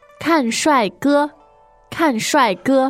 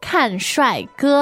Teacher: Now the tones there are 4, 4, and 1, right?